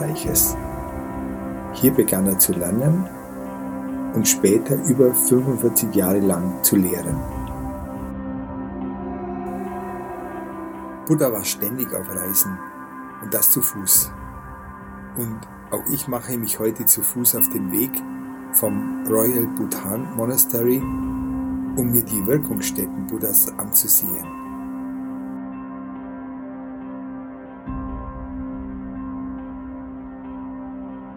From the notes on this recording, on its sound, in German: In dieser Folge hörst du eine Aufnahme, die ich im Regenwald gemacht habe. Die hochwertige Audio-Aufnahmen, die ich in Indien gemacht habe umfasst das volle hörbare Klangspektrum.